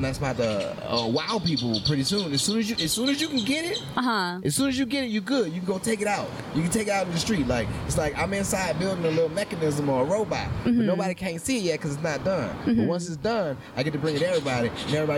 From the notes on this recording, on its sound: outside our home for poetry, Avant Garden.